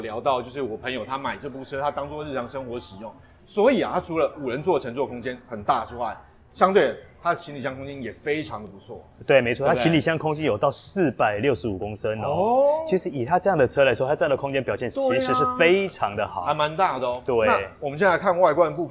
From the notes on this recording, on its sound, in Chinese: Audi A5 Sportback預拍會現場直擊。